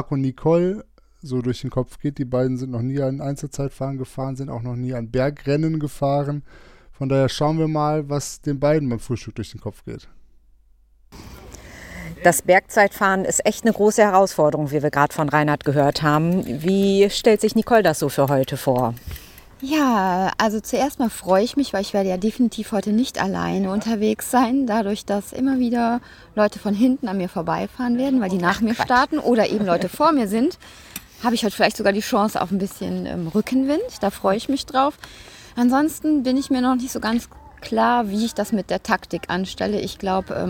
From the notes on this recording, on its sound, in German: Die dritte Etappe des 4-Stage Mountainbike Race Lanzarote, im Club la Santa ist Geschichte. Berichten auch heute wieder live von der Etappe.